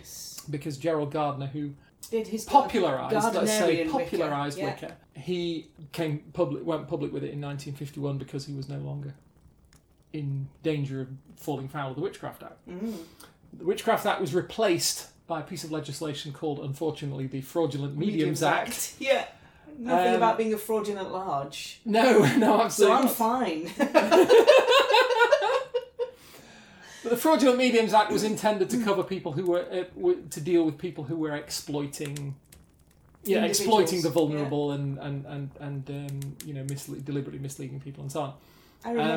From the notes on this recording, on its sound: Background fire ambience.